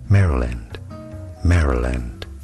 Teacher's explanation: Stress on the first syllable.